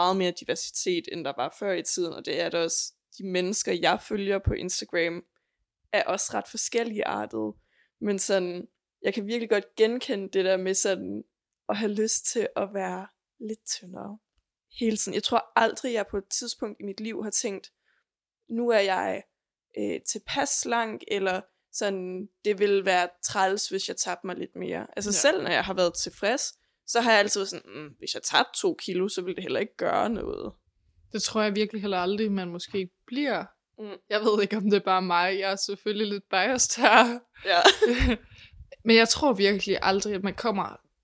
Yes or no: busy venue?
no